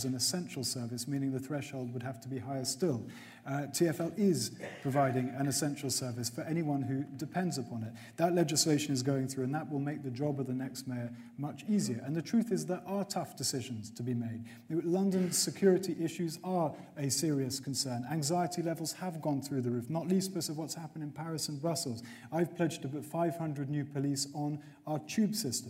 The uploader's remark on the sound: mayoral hustings, where London's mayoral candidates traded blows on stage